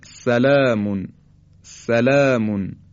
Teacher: حرف سین بدون ارتعاش تارهای صوتی به صورت خیلی ساده تولید میشه